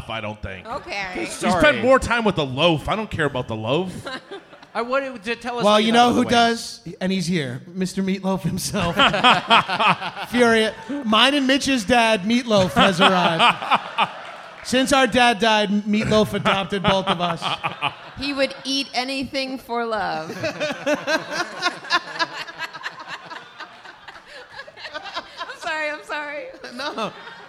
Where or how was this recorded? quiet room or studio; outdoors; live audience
live audience